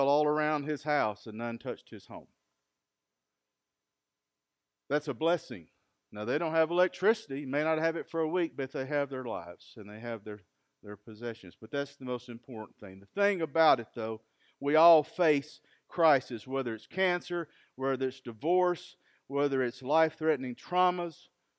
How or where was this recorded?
large echoing room